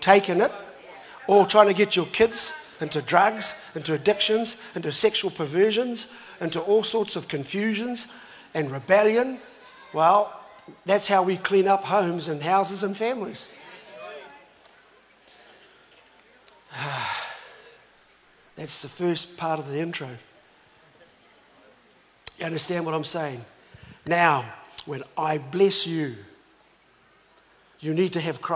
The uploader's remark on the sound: was recorded live From Destiny Auckland